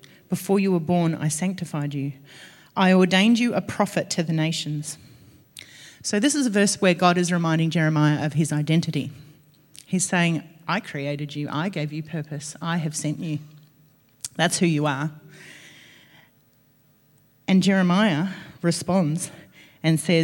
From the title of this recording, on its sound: LIVE at Echo Church